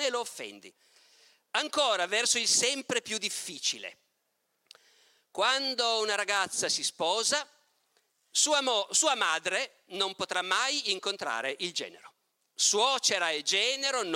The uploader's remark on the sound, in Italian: Tratto dalla conferenza "La civiltà e i selvaggi - Festival di Camogli 2019".